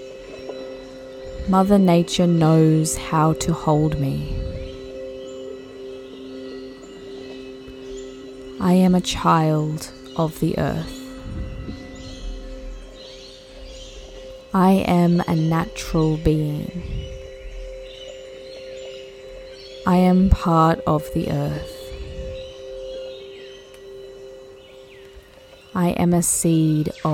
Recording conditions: sounds in the background